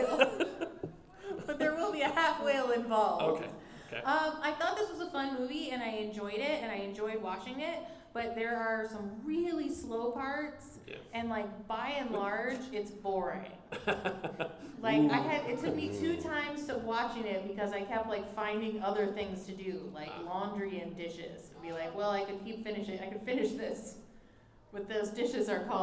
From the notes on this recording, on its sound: Live From Phoenix Fan Fusion. Come and be a part of an exciting episode recorded LIVE.